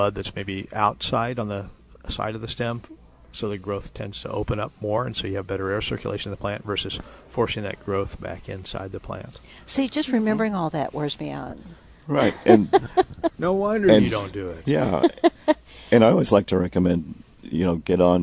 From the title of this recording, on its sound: Live at Prairie Gardens